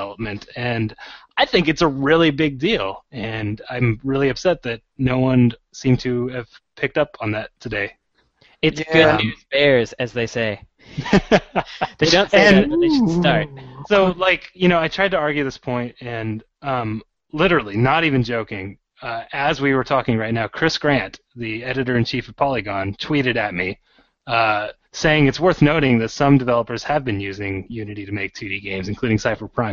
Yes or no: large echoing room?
no